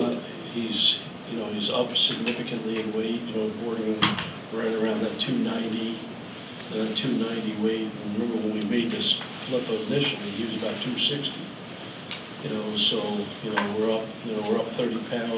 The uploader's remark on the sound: Tuesday's news conference at KU